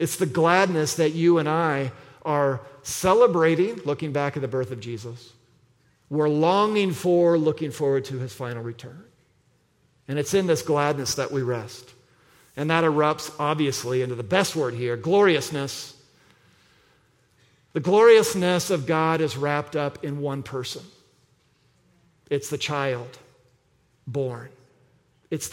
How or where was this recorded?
large echoing room